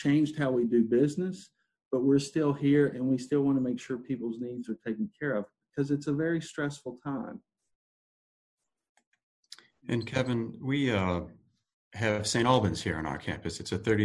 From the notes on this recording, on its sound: COVID-19 Virtual Town Hall meeting - Healthcare.